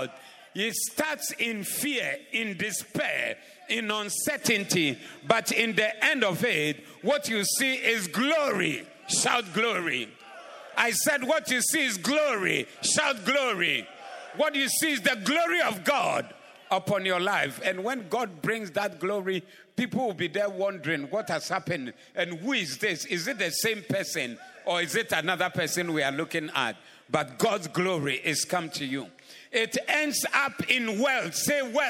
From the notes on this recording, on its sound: Preached at the Doxa Service 15052022